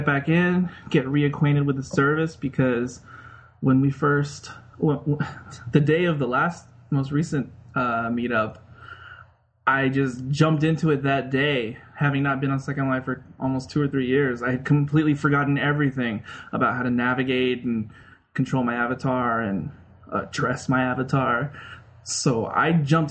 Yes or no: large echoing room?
no